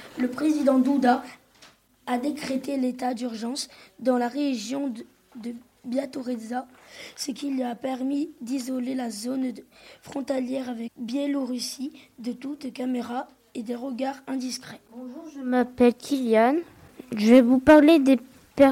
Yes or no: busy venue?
no